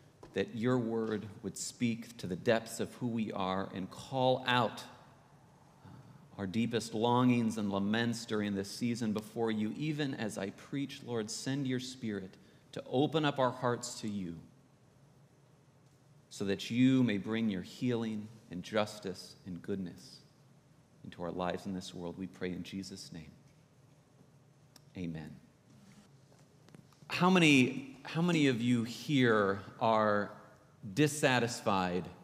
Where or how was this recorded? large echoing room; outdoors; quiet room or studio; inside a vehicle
large echoing room